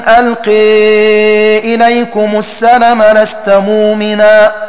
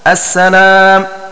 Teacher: ومعنى البيت أي قرأ نافع وابن عامر وحمزة ولا تقولوا لمن ألقي إليكم السلام لست مؤمنا، وهو الموضع الأخير في سورة النساء أي بحذف الألف بعد اللام · Shown in: first take · وقرأ الباقون بالمد أي بإثبات الألف بعد اللام السلام.